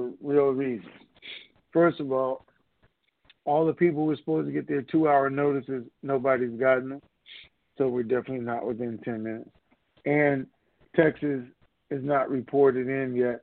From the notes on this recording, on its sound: Conference Call - Friday, February 26, 2021